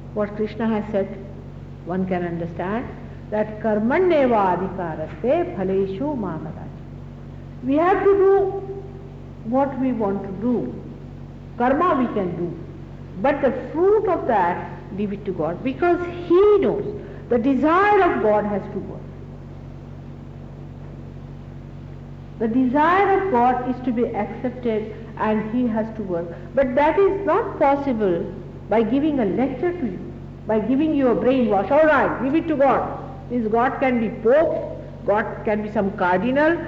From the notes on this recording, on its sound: Archive audio. At a Sahaja Yoga meeting in Caxton Hall, London, England.